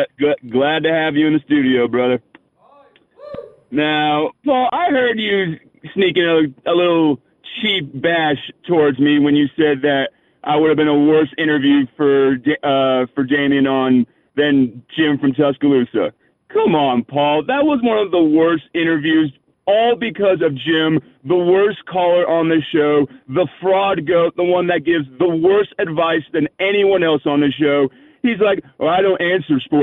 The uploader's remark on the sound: we start taking some of your phone calls